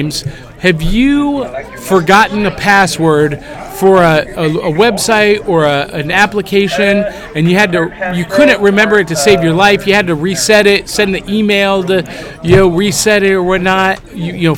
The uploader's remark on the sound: Live from Anachrocon in Atlanta Georgia!